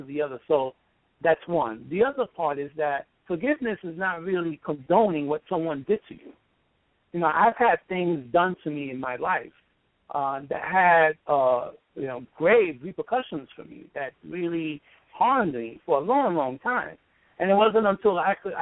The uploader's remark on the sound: in a phone interview